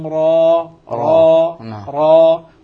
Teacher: نسميها هذه الألف المطلقة التي ليس بعدها همز ولا هاء، ما نقول راء ولا نقول راه